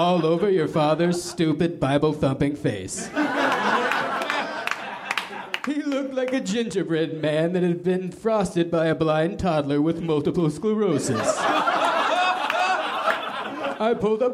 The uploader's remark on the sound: Recorded at the Nerdmelt Theater, July 15, 2013.